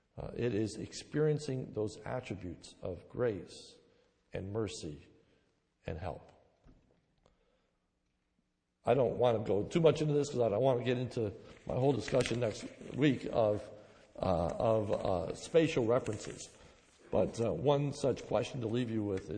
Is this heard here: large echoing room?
yes